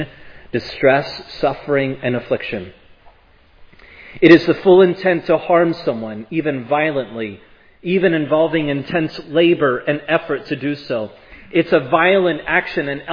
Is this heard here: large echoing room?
yes